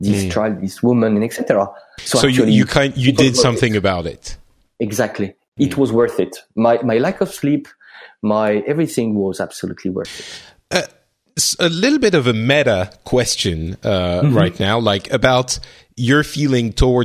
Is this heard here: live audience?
no